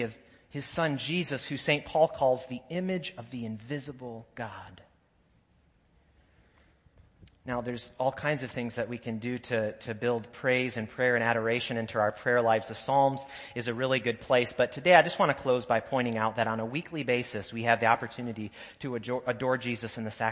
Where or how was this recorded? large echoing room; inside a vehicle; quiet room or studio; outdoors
large echoing room